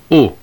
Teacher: Omicron is pronounced short and relatively closed. O. Somewhat like the O in the French word mo.